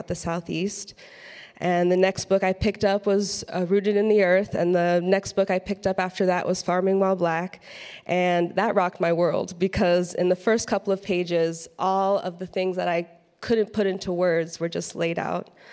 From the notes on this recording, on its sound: Addresses the crowd at Churchtown Dairy at the Saving Real Organic Conference.